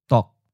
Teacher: Fourth tone, mid stop.